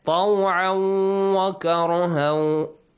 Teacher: واو matches the noon letters and the rule إدغام، merging sound plus غُنَّة sound plus stretching it for two beats. Okay, two counts.